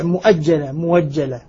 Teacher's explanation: وبعد الضم يسمع واوا مبدلة من الهمزة